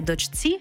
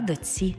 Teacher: Пишемо «чці», а вимовляємо «ці» · Shown in: second take